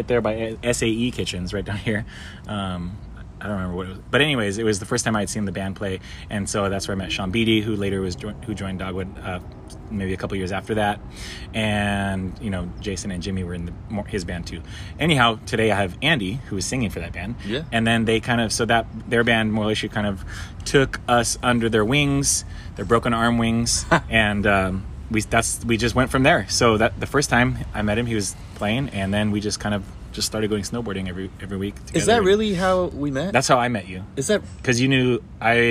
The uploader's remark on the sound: We sat down outside of Harvest Kitchen. Had to catch some of that vibe right into the microphone.